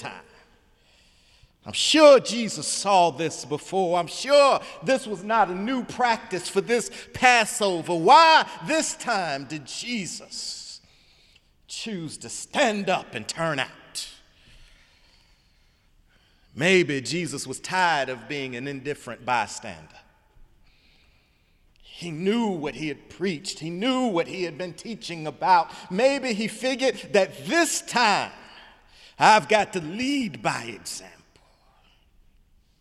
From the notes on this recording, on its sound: Sunday sermon March 4, 2018 in the Memorial Church of Harvard University.